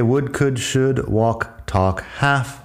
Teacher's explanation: Would, could y should, y la L no suena en ninguno. · Term: la L muda